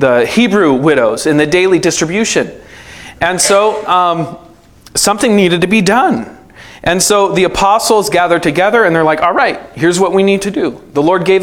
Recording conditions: live audience